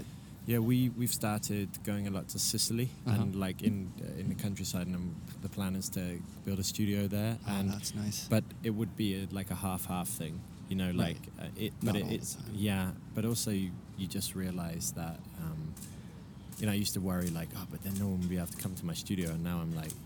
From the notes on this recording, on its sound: From Frieze Art Fair. They recorded on the outside grounds surrounded by festive art fair goers in a beautful sunny, breezy day.